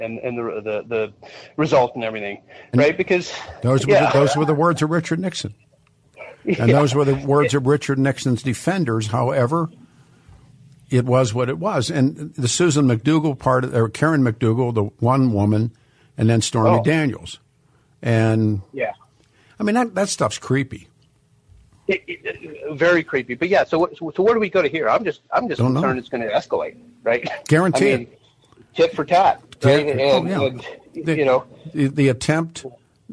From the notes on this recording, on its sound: Open phone lines